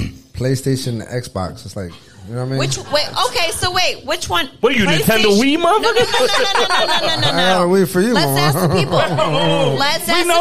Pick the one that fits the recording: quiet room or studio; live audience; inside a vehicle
live audience